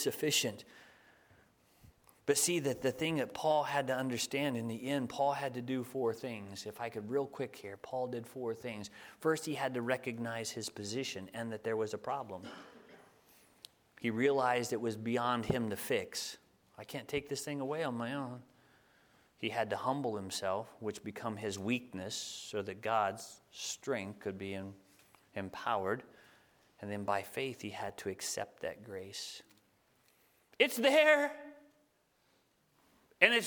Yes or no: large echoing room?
yes